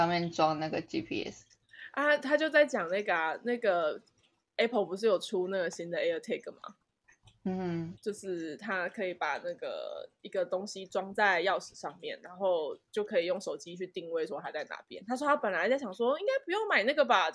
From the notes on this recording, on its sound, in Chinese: 這次錄音遇到比較多問題，所以剪輯調整花了比較多時間。